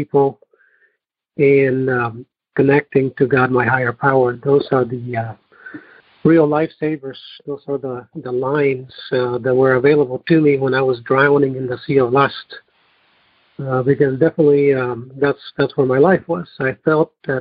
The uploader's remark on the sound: Noon Phone Speaker Meeting